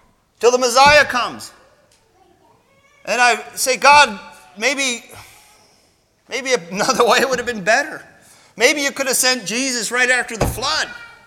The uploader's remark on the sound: Sermon Recorded at Millmont Mennonite Church on 01-07-24